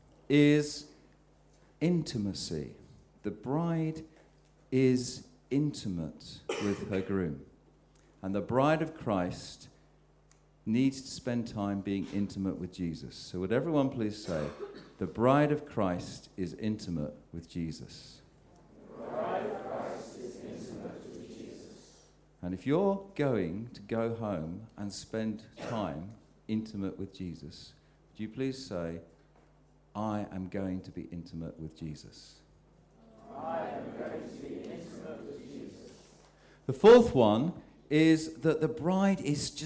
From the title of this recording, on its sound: Sermon at St James Alperton